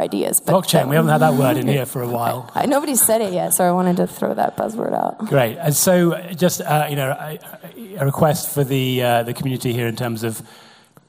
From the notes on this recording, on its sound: the second half of our "Reverse Pitch" event from The Steelyard